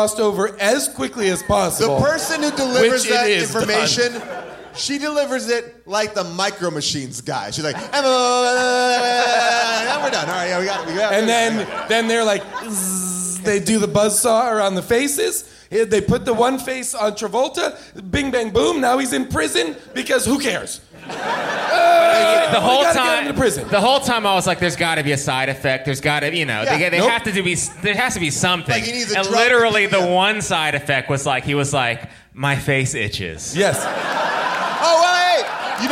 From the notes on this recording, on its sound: Face/Off LIVE! LIVE from Largo in Los Angeles.